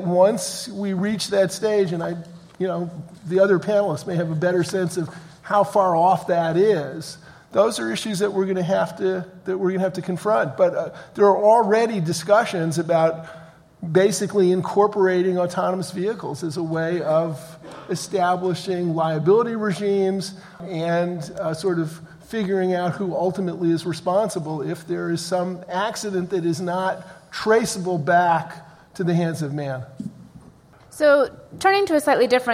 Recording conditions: live audience